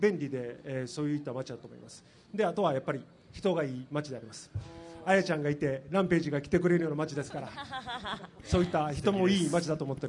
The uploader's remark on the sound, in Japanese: 大阪・松原市で行われた公開録音（前半）の模様